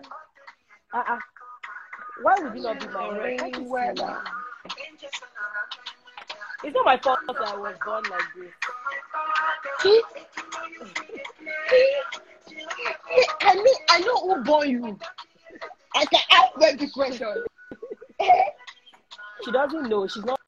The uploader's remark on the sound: Started as an Instagram Live and now it is turning into a podcast.